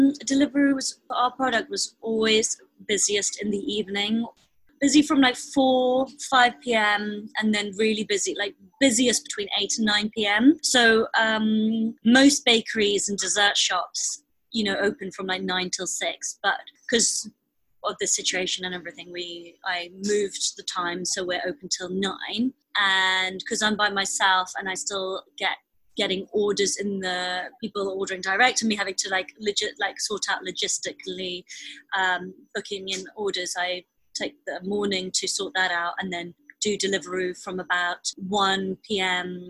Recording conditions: video call